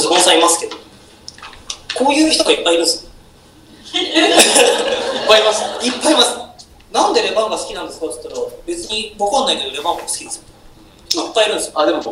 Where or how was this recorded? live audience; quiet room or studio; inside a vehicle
live audience